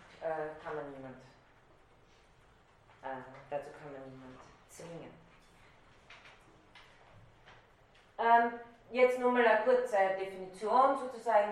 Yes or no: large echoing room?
yes